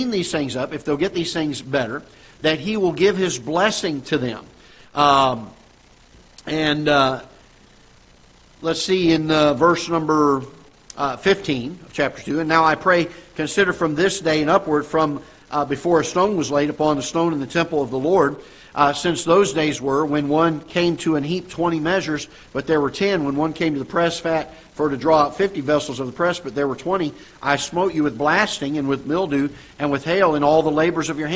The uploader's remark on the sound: Ketha Heights Baptist Church ~ Live Broadcast.